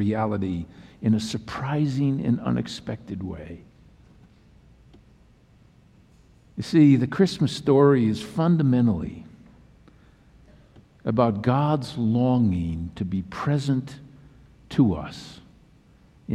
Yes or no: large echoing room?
yes